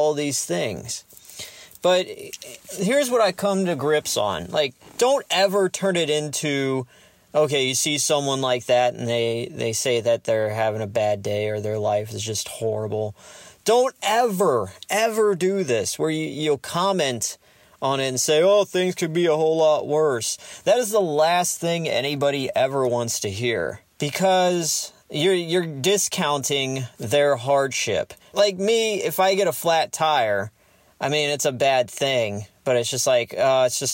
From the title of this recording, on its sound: Random Car Ride Talk